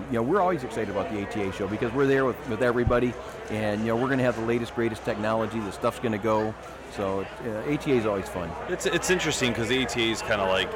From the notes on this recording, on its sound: joins us LIVE from the Woods N Water Outdoor Weekend